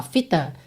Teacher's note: fit the, você junta tudo num som só